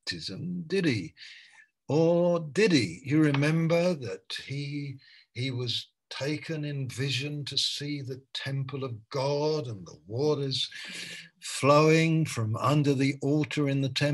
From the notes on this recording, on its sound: Malaysia Meets (Zoom).